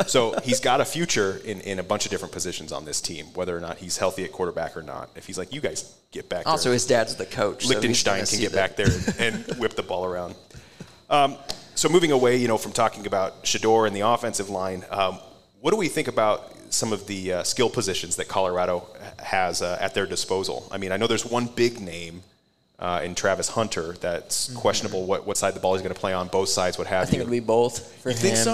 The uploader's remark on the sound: LIVE at Hail Varsity Club! Record LIVE at LaVista, Nebraska’s Hail Varsity Club.